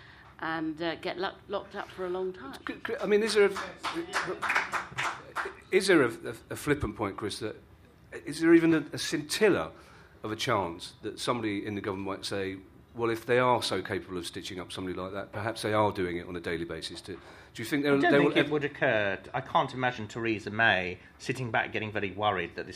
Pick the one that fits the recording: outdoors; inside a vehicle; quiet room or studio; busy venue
busy venue